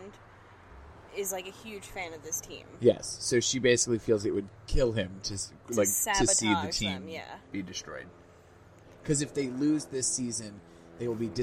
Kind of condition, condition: setting, outdoors